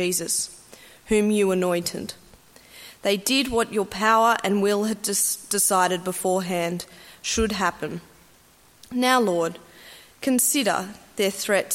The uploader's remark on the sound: At a Church in the Graveyard service